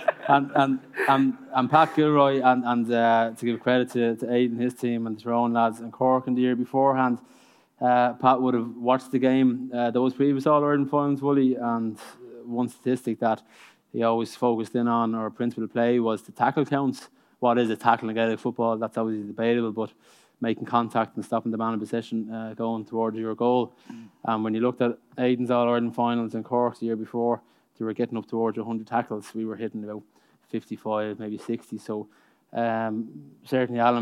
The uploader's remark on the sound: live from Liberty Hall